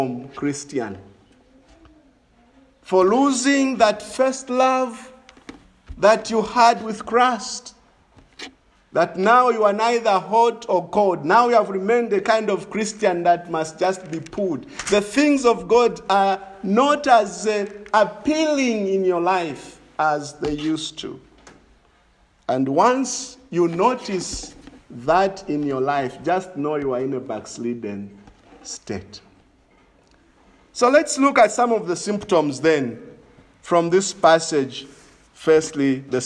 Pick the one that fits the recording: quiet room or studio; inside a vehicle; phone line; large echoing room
large echoing room